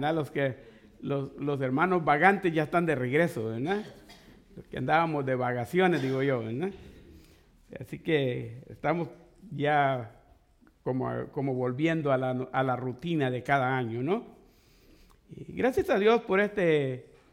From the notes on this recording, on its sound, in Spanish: fue grabada en en vivo desde iglesia IBSA en Santa Ana California